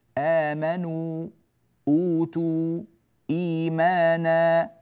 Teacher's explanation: هو يمد حركتين فقط لكل القراء إلا ورشا، فلأنه ورد عنه أنه يمد أكثر من ذلك صار البدل مدا جائزا. · Term: مد البدل